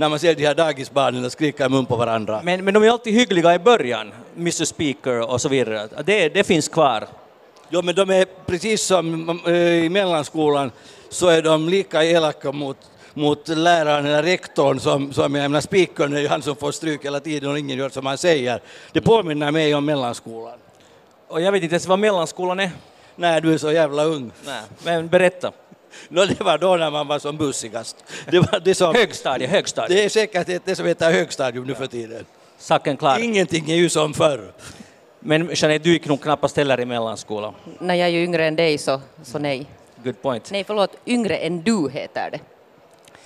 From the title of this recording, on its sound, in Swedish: Podden Live från Bokmässan.